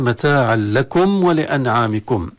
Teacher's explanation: متاعا هي منونة، لكم تبدأ بلام، فالتنوين يدغم في اللام · Term: إدغاما تاما